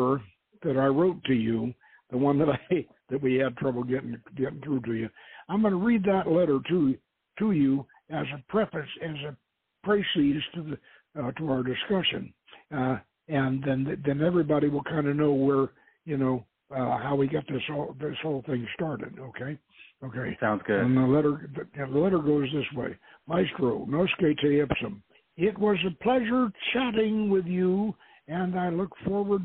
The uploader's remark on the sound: The author will be our call in guest